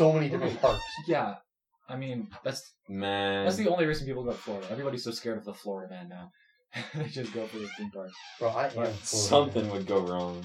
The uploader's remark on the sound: Sorry for the bad audio we had some mic trouble.